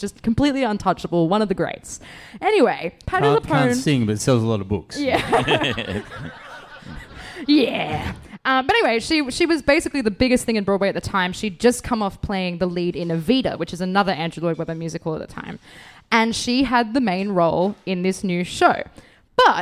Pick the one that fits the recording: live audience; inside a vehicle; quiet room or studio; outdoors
live audience